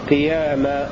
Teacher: وقرأ الباقون بألف تمد بمقدار حركتين